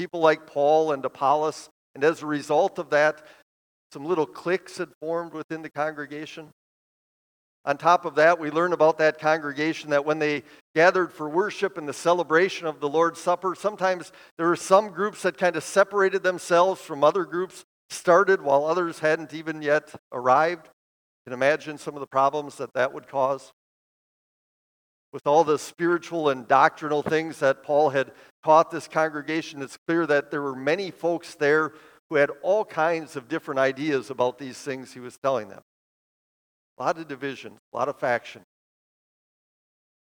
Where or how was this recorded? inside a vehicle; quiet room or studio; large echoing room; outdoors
large echoing room